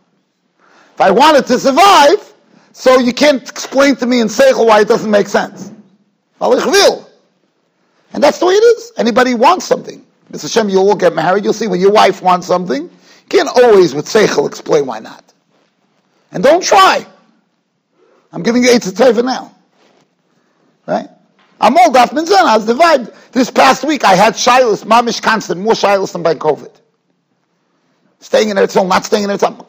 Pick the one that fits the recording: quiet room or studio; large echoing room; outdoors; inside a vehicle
large echoing room